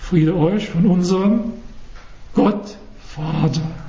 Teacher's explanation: Was ist betont? Das Wort Gott. Müsste ich also lesen, wenn ich korrekt lese, müsste ich sagen, Friede euch von unserem Gott, Vater.